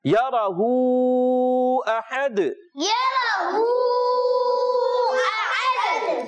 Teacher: احدن میں حمزہ واضح کریں گے ہا کی ادائیگی کلیئر اور دال پیارے بچوں جب وقف کریں گے تو ساکن ہو جائے گا اور اس میں قلقلہ ادا ہوگا